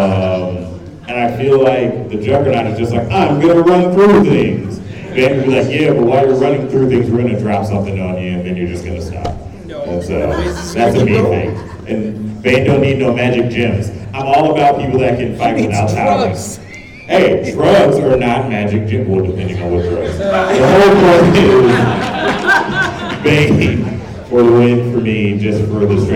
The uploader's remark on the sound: Phoenix Fan Fusion. We let the audience decide!